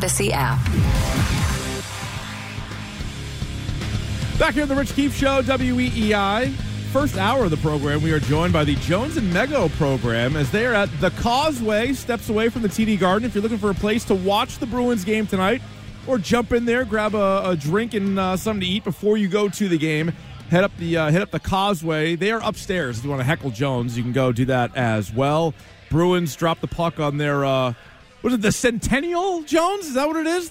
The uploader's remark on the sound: Remote broadcast outside the TD Garden as we're all ready for the Bruins Opening Night ceremony and game.